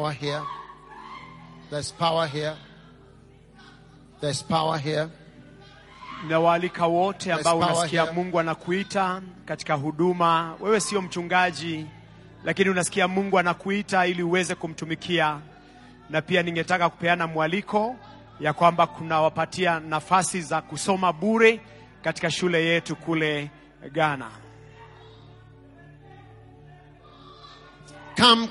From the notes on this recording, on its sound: Preached at the day 1 of the Healing Jesus Campaign Pastors Conference in September 2023, Nakuru, Kenya.